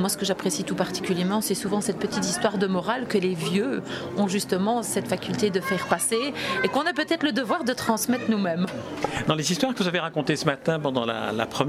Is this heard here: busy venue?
yes